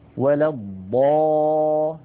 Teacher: فالألف في قوله تعالى ولا الضا جاءت بعدها اللام الساكنة، إذا تحقق الشرط، فهذا المد لابد من تطويله. وقد أجمع العلماء فيما نقلوه عن رسول الله صلى الله عليه وسلم على مده مدا طويلا مشبعا بمقدار ست حركات · Term: المد اللازم